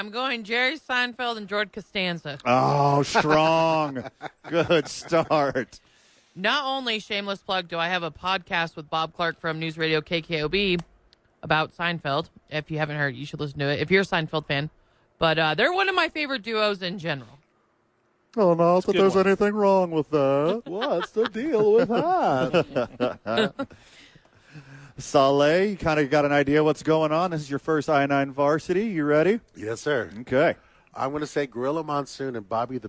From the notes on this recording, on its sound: live at The Duke Store